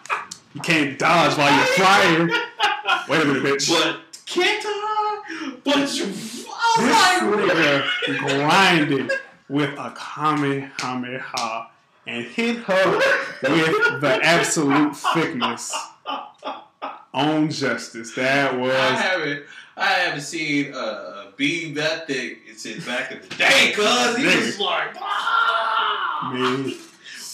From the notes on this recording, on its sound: I apologize in advance for the audio we are still working with a very nonexistent budget to get you guys a quality program. Hopefully our content makes up for the terrible audio sound!!